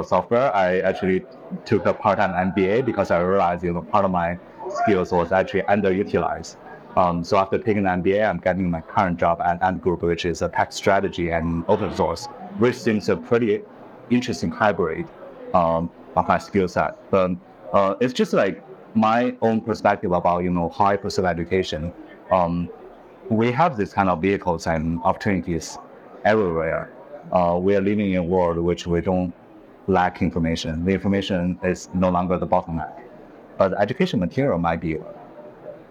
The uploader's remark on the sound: Exclusive live coverage of the Singapore Fintech Festival. The episode unfolds with insightful interviews at the Singapore Expo.